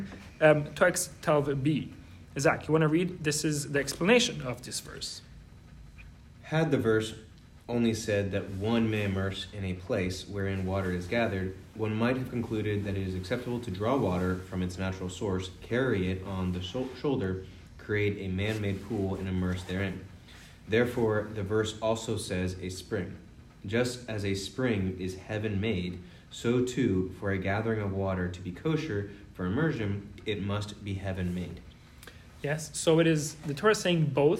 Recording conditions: large echoing room